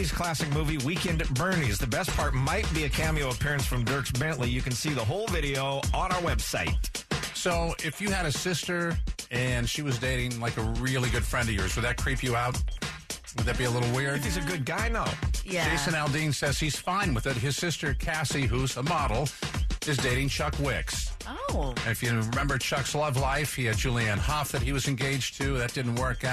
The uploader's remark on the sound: a former Starbucks manager called